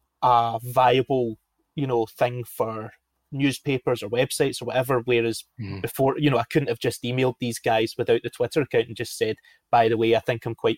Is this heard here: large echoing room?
no